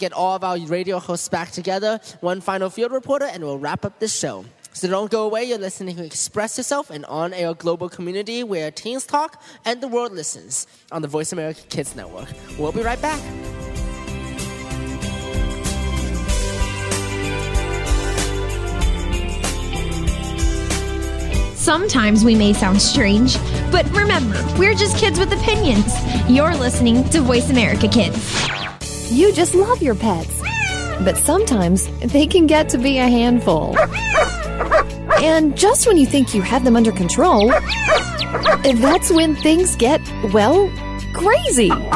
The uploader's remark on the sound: Live broadcast from the Moraga Faire. Our teens interview a cross section of people of all ages.